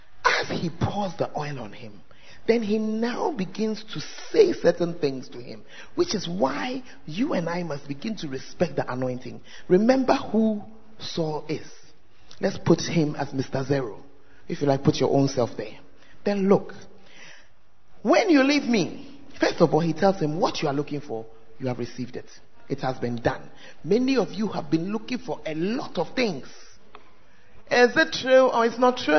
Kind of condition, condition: setting, large echoing room